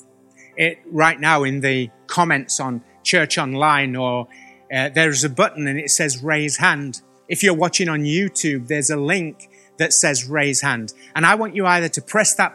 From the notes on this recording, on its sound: Recorded at the Chesterfield Campus this is the message from the service broadcast.